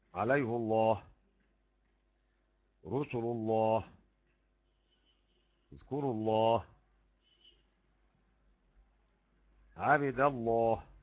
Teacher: يبقى يفخم لفظ الجلالة بعد فتح وضمة